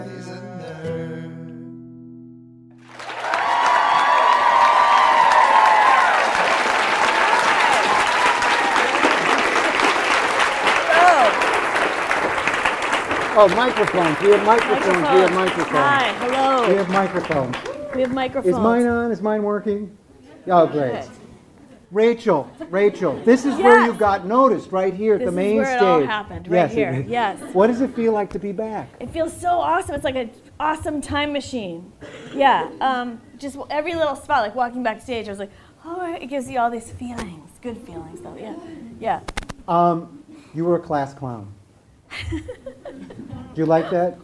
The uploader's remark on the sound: She recently returned to Chicago for the Chicago Improv Festival, where she recorded this live episode of Improv Nerd on the Second City Main Stage.